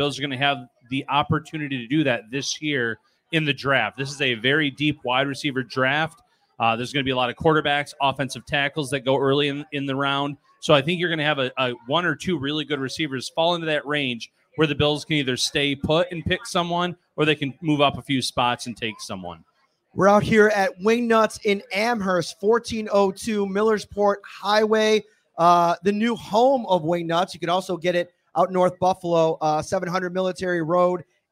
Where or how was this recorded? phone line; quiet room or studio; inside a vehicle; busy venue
busy venue